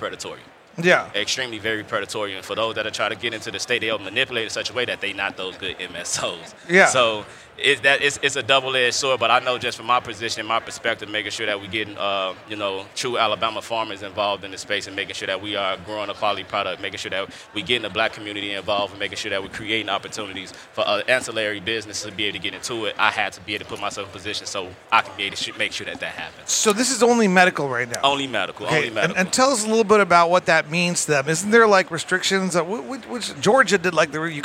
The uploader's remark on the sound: Recorded at MJBizCon 2023